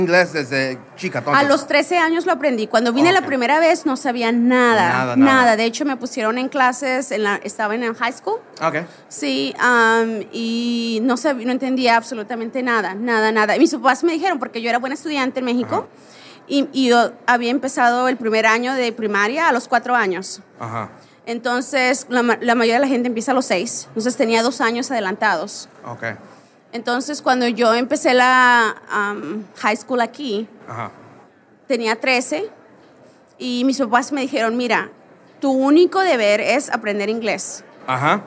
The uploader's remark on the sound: Live From WPPI. Special live edition.